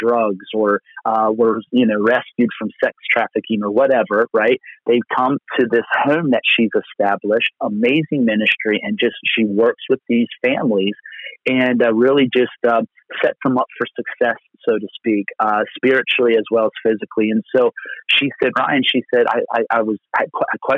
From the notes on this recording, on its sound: Location: Phone. Location: Phone.